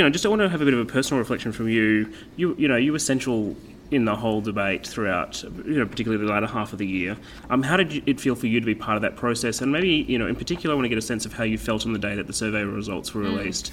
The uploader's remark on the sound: At the Better Together conference in Melbourne in January